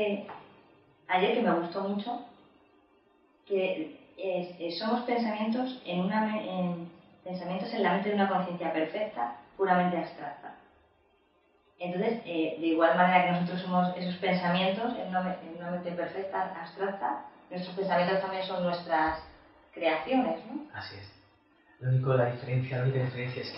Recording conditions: poor sound quality